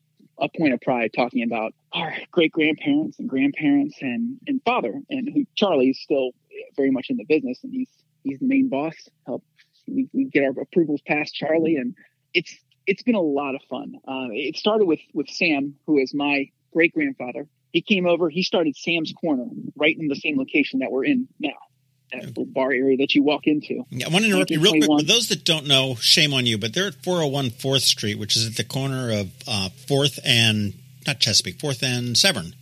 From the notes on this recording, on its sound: We hopped on the phone